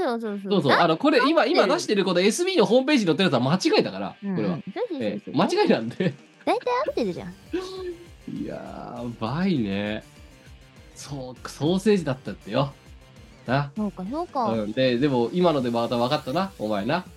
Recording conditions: video call